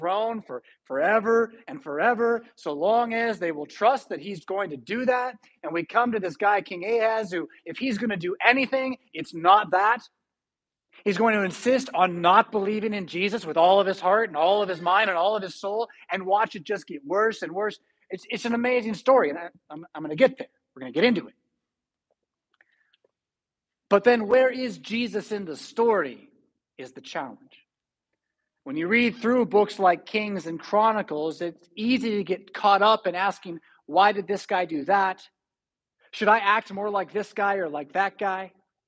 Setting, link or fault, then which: setting, large echoing room